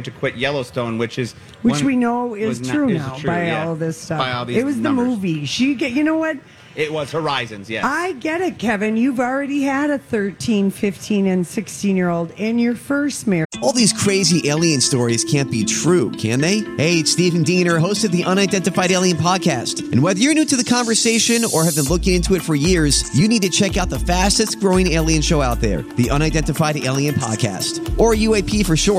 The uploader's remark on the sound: LIVE from the Minnesota State Fair